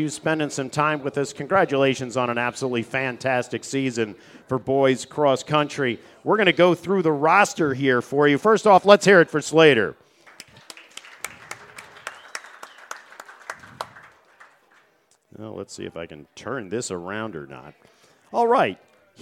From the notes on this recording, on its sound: Live from the deck at The New Bertie's Inn